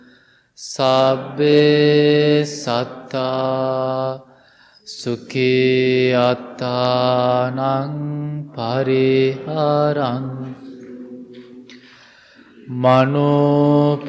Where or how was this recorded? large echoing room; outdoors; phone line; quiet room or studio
large echoing room